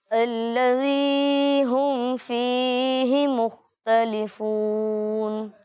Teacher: تو یہاں پر ہم فی ہی میں میم ساکن پر غنہ نہیں کرنا · Term: اظہار شفوی